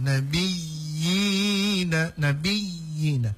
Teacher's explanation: pada huruf ya itu di samping dia dipanjangkan, panjangkan dua harokat, juga ditekan ya